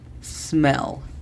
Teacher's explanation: Entonces hay que recordar que comenzamos desde el sonido de la S, smell, y la L la hacemos poniendo nuestra lengua en la parte posterior de nuestro paladar